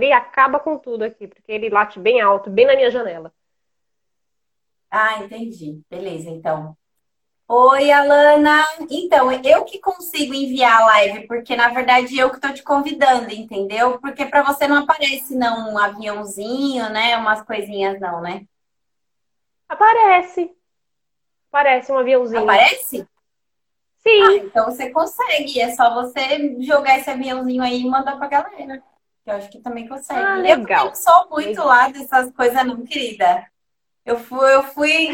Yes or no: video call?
yes